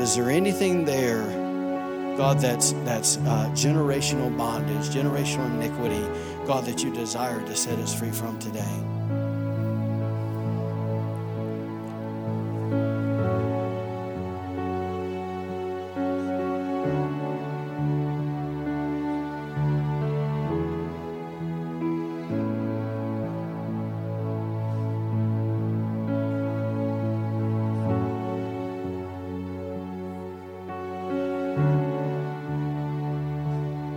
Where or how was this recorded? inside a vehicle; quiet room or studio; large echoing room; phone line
large echoing room